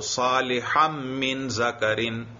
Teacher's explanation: تو اس صالحن کا جو تنوین والا نون ہے اس کو میم کر کے میم میں ادغام کیا